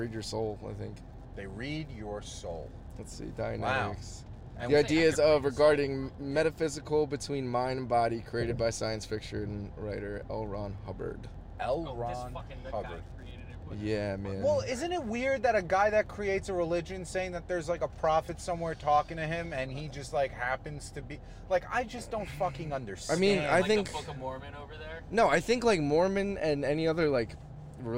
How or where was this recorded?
inside a vehicle